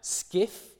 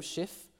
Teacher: We see it in German words like Schiff. At an earlier stage, this would have been something like Skiff, but later on it became Schiff.